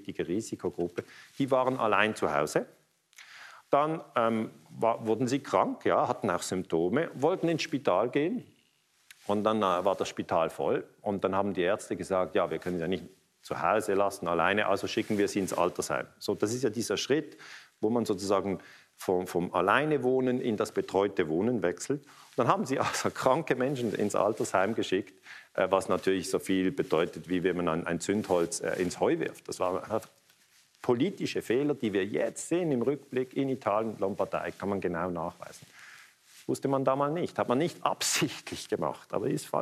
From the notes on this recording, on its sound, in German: Am eco2friendly Day im Kultur- und Kongresszentrum Luzern einen Vortrag zum Thema Erdöl gehalten.